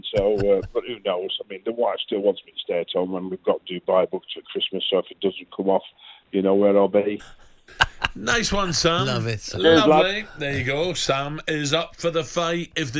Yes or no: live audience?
no